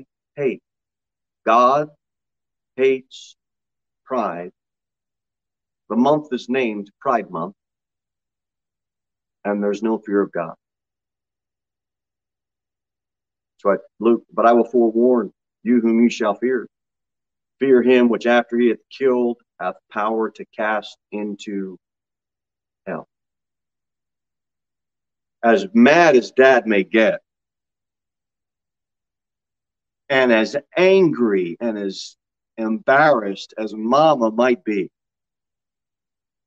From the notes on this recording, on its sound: Sermon delivered at Pilgrim Baptist Church on Sunday, June 5, 2022 at 10 am.